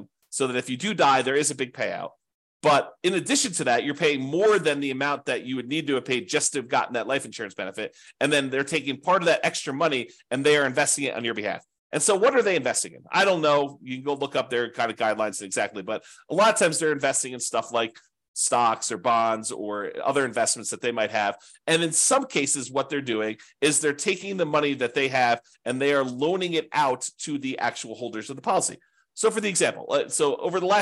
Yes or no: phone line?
no